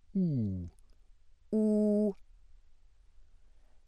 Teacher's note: Close back rounded, cardinal 8